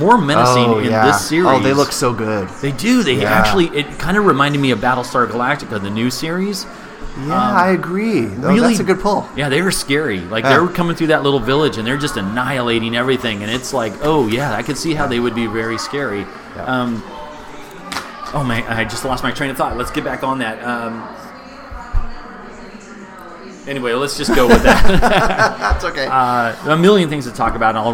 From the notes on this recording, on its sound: Recorded live at Timeless Pints.